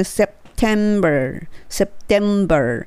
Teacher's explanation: Sep ってセプじゃなくて唇入れてしまうので、もうなんか音がない感じになるんですよ